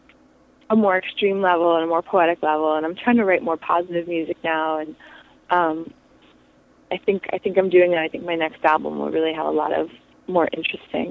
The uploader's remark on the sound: Joins me via telephone from New York for an interview.